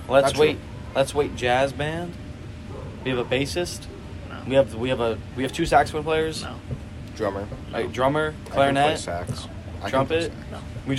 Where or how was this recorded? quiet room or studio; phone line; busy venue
busy venue